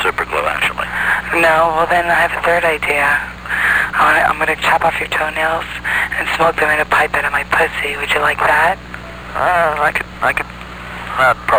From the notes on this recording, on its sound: Prank Phone Calls